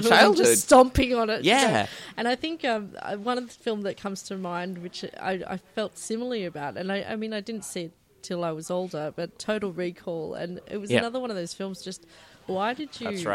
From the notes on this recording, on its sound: live from the Brunswick Street Bookstore